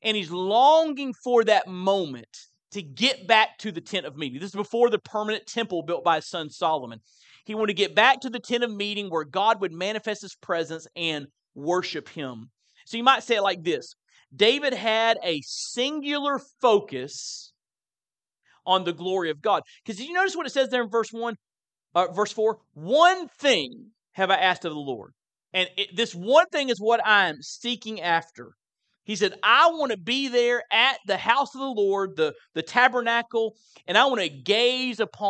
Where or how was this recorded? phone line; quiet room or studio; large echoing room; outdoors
large echoing room